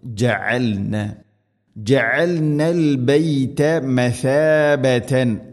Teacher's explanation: ജഅൽന ഐൻ തൊണ്ടയുടെ മധ്യഭാഗം